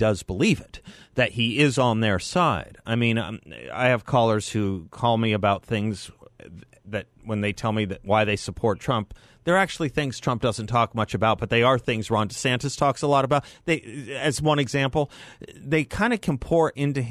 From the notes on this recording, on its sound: joins The … Show for the full hour by phone